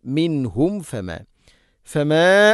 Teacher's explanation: സാക്കിന മീമിന് ശേഷം ഫ ശ്രദ്ധിക്കണം. രണ്ട് ചുണ്ട് തമ്മിൽ തട്ടിച്ച് മീമിനെ പൂർണ്ണമാക്കണം.